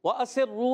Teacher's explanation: واؤ کے ادائیگی ہونٹوں کی گولائی سے ہے، یہ الف نہیں حمزہ ہے کیونکہ اس کے اوپر زبر